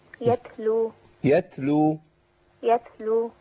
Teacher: يبقى نبعد خالص اللسان من اقصى انه يلامس في اي مكان، يبقى طرف اللسان بس هو اللي يلمس في مخرج التاء